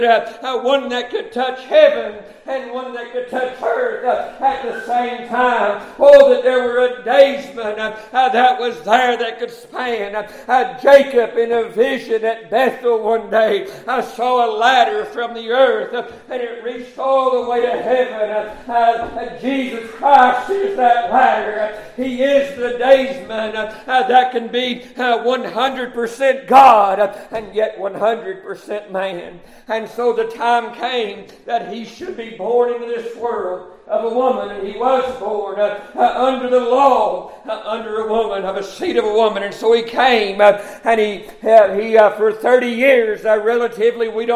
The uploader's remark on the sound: Preached at Summer Shade Missionary Baptist Church Sunrise Service